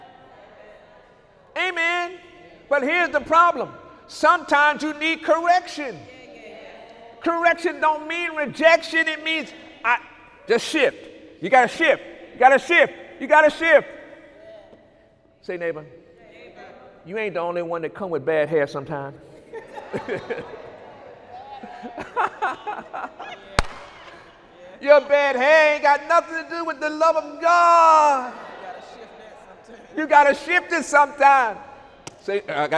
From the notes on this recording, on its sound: During Sunday morning service on October 8, 2019